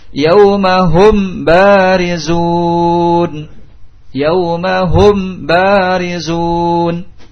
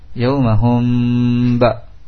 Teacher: Yaumahum ba, disamarkan kepada huruf ba, mim dengan ba, dengan menutup kedua bibir, menempelkan kedua bibir · Shown in: second take · Term: ikhfa syafawi